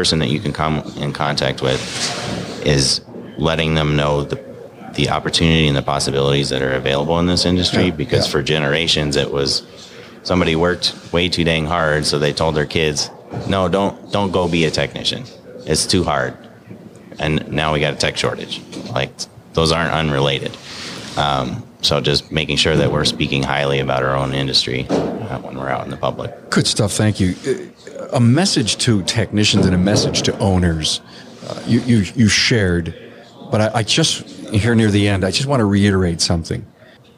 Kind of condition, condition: setting, busy venue